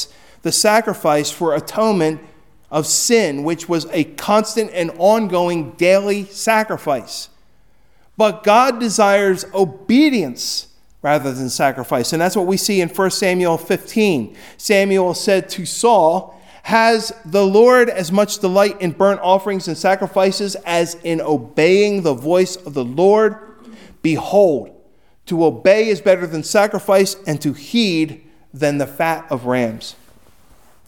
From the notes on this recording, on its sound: Recorded at Hudson UMC on February 14, 2024